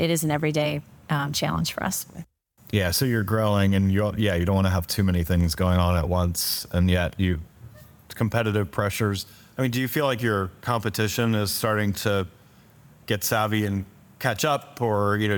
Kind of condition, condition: setting, busy venue